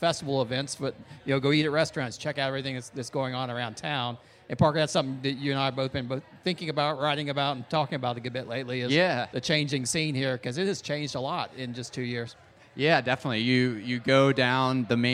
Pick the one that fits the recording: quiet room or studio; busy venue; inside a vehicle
busy venue